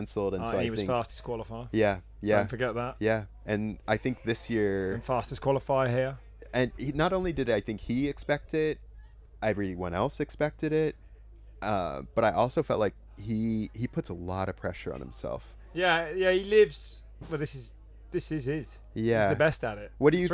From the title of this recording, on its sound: on-site at Hardline Australia